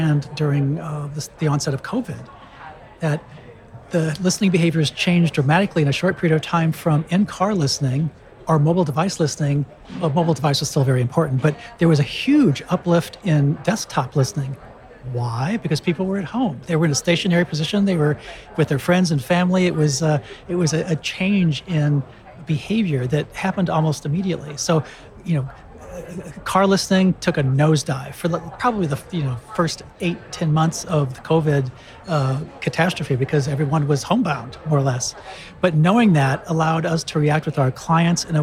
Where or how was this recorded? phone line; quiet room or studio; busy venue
busy venue